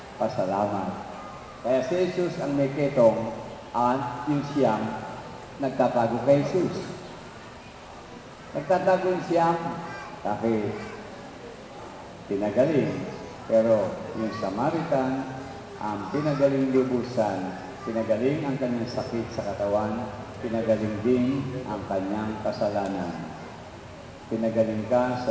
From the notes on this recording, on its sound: Recorded at Our Lady Queen of Peace Parish, Bacoor, Cavite, Philippines October 10, 2010 during the 9:00 am Holy Mass.